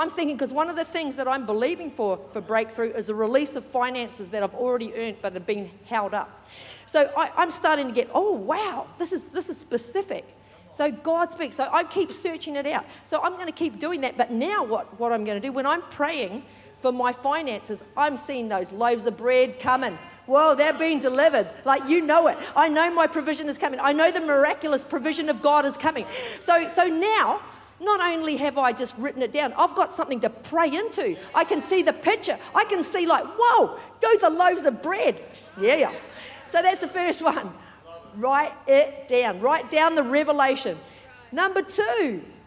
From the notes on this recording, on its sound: Recorded during our 5pm service on Sunday, the 9th of July 2023.